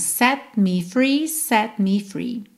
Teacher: De novo, não se preocupa em fazer esse T aparecer, não precisa ser set me free, set me, set me, tá? Quando eu encosto a língua no céu da boca para fazer o T, eu já tô juntando os lábios para fazer o me. Então, set me free, set me free.